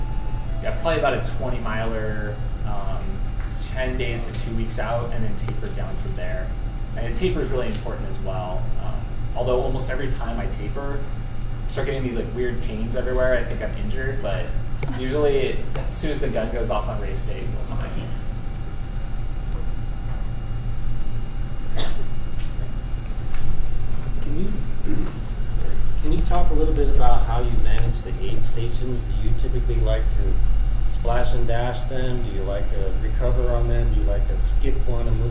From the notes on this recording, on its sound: Live at Sole Sports in Tempe, AZ.